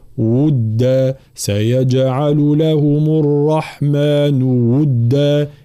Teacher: واو اللي هو مخرجها الشفتين وتكون بضم الشفتين ثم حركة الضم، فهنا ضم على ضم، فالانتباه، لا نقول ودا، لا ودا، هذه واو مكسورة، ودا سيجعل لهم الرحمن ودا هكذا.